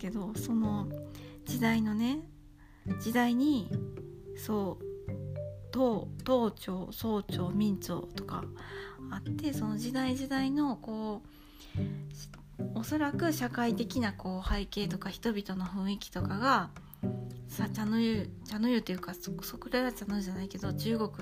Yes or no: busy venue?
no